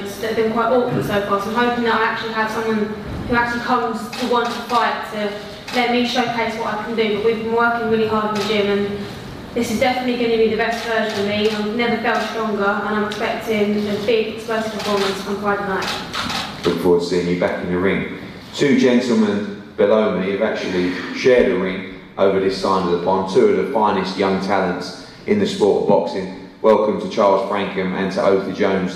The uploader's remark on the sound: JD NXTGEN press conference